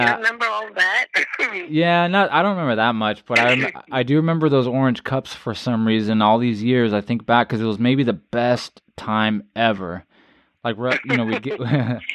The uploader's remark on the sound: a phone conversation with each of his grandmothers